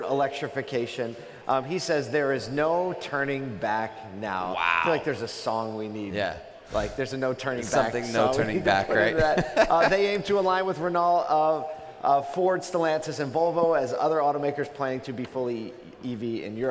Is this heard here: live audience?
yes